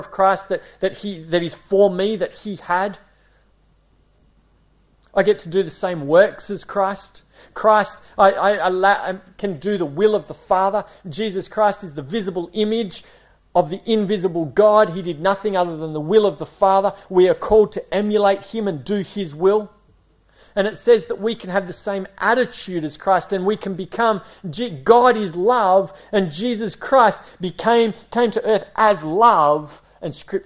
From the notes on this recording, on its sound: A series preached at Esperance Church of Christ